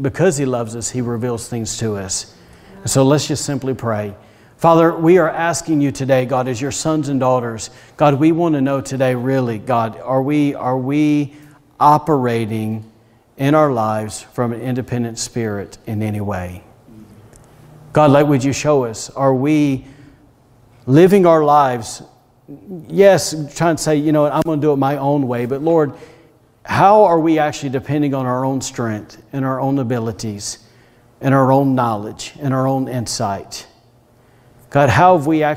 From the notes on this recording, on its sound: was recorded on Sunday, March 21st, 2021, during service at The Anchor Church in Rockport, Maine